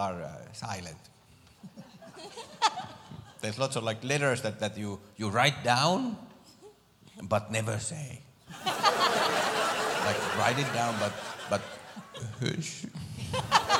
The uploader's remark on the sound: Live at the SouthPoint Casino.